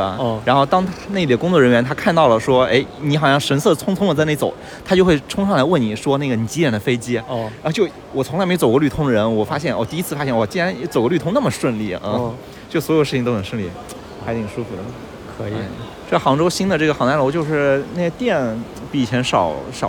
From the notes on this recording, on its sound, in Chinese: 本期录制于亚运会期间的萧山机场。